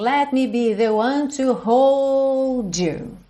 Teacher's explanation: Essa frase aqui, ele alonga bastante o hold